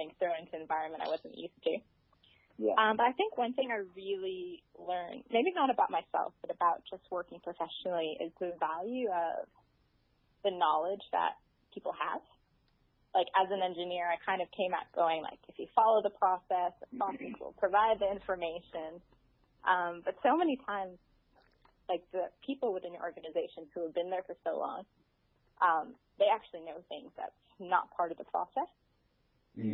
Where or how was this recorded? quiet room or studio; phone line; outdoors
phone line